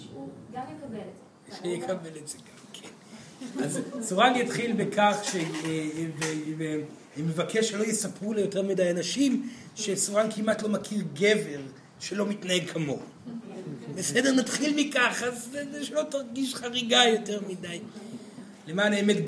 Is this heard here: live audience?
yes